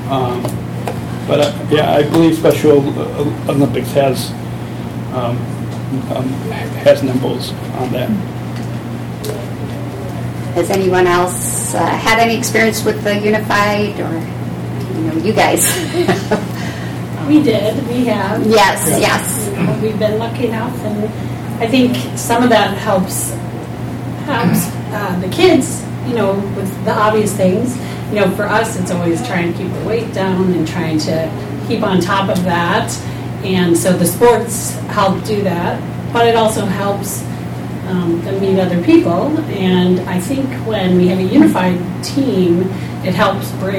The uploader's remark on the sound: Podcasting live from the "Inclusive City" On The Table 2017 discussion event in Clarendon Hills, Illinois, sponsored by The Chicago Community Trust and Special Olympics Illinois.